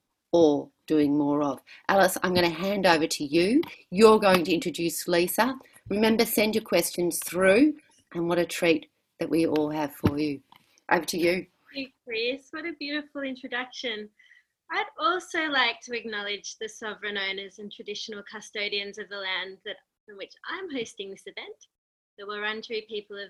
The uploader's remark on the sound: This conversation was recorded online during the Covid-19 crisis.